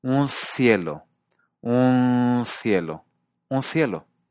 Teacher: Y en un cielo, la N se vuelve interdental también.